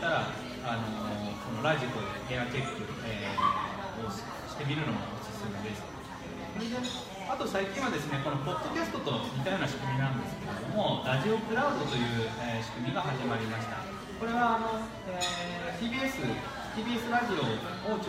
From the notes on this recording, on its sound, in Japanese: 山の駅さんべで行われた「楽市楽座フリーマケット」にて公開収録を行なった。